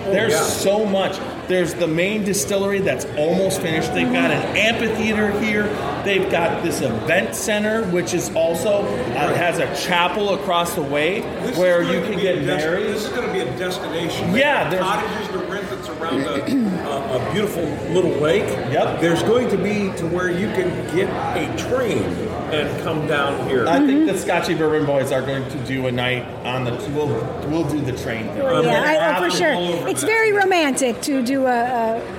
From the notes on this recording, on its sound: Kick off this years bourbon capitals barbecue challenge at log still distillery in Gethsemane Kentucky! We are podcasting right from the festival.